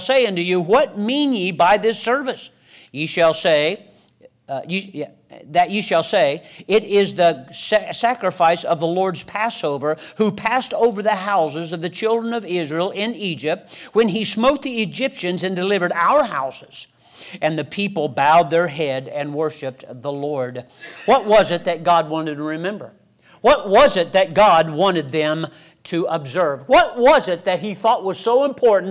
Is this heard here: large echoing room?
yes